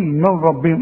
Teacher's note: نون سكنة بعدها راء ادغام كامل، ها بدون غنة